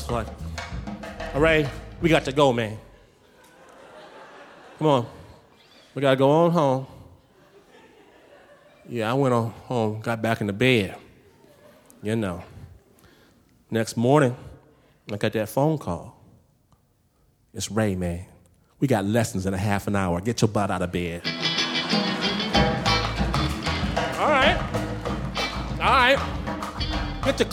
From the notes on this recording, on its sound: Before a screaming audience at San Francisco's Brava Theater. Snap Judgment, LIVE!